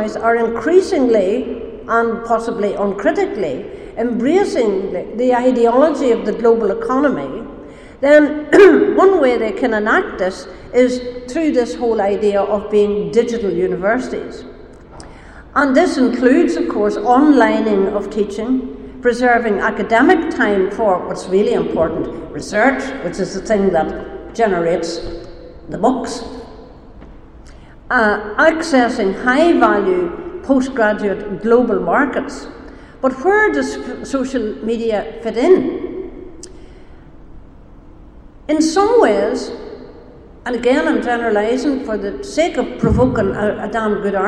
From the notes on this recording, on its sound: Speaks at SRHE Digital University Network Event - The Digital University, Social Justice and the public good.